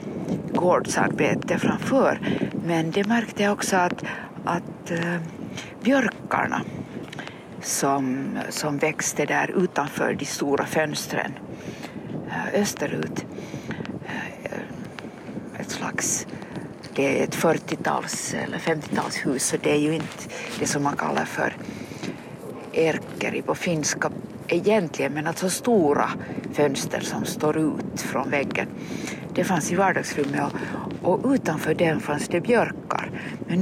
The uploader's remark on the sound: A series of conversations in Swedish recorded with a pine tree on Drumsö in Helsingfors or Helsinki in 2024.